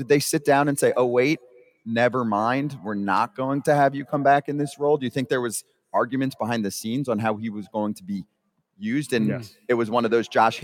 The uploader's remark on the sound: Today's show was LIVE at Borgata in Atlantic City